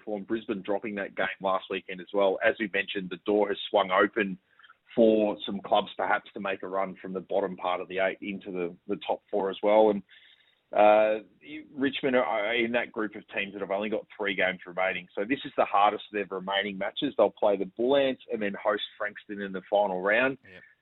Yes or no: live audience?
no